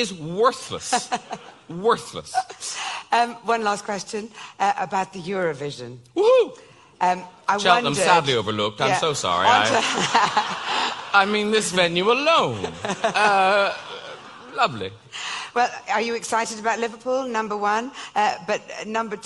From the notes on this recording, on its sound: live at an evening event at the Cheltenham Literature Festival